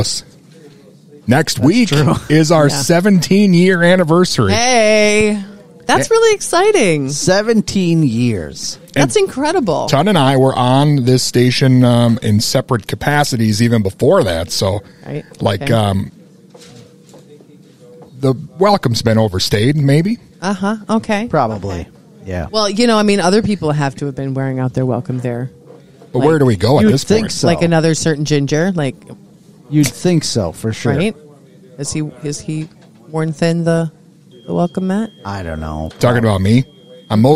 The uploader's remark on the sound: This installment of The Five Count was broadcast live from the waiting room at the doctor’s office!